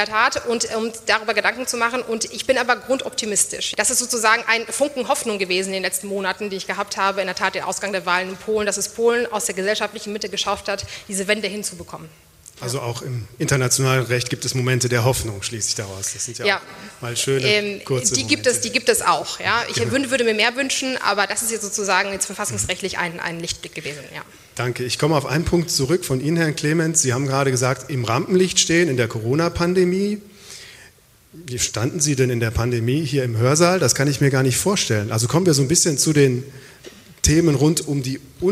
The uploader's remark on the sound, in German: Live aus der Uni Freiburg. Die Albert-Ludwigs-Universität in Freiburg.